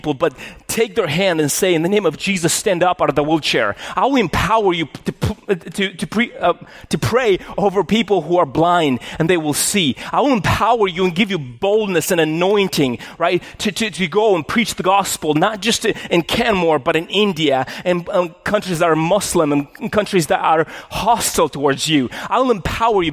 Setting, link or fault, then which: setting, large echoing room